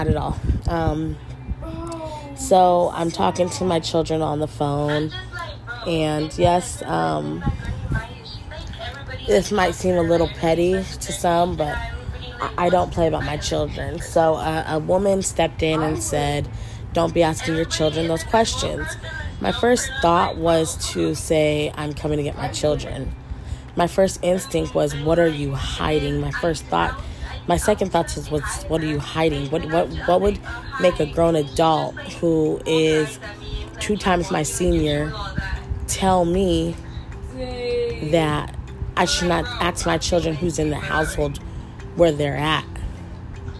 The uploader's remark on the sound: Excuse all the background noise.